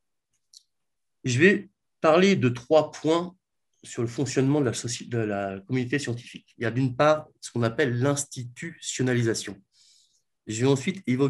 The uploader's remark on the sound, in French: Conférence en ligne